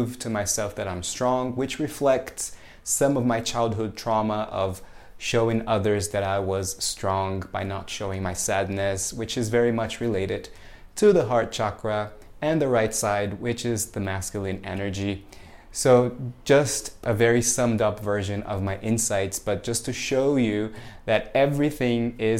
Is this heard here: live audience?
no